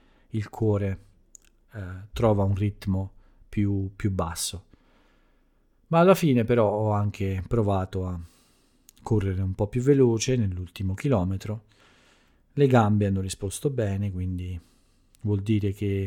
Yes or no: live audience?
no